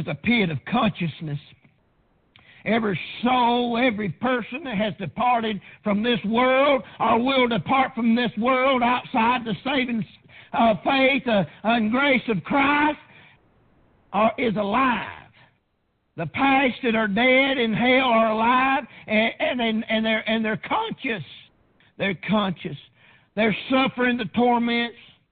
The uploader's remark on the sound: Preached on June 30th 2019 at Prayer Baptist Church